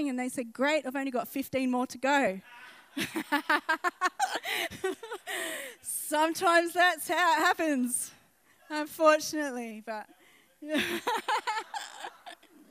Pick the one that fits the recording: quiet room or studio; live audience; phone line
live audience